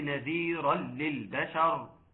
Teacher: نذيرا للبشر، نذيرا بتنتهي بالتنوين، وللبشر بتبدأ بحرف هم، وعندنا نون ساكنة أتى بعدها حرف اللام، النون ساكنة اللي هو التنوين، يكون حكمها إدغام بغير غنة